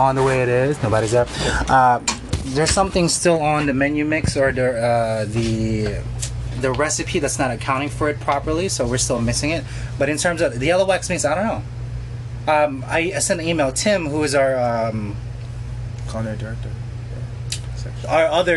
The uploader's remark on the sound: Live In Restaurant